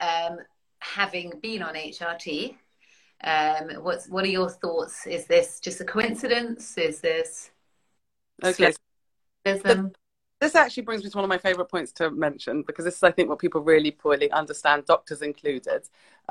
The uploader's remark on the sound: We have uploaded an instagram live we did